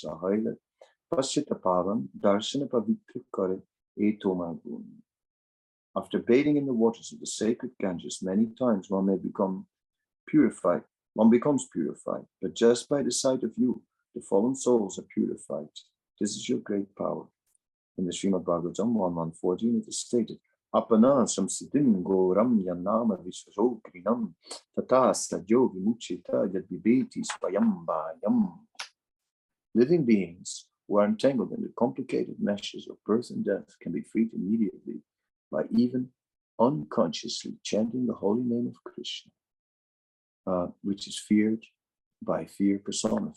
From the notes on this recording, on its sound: Zoom Meeting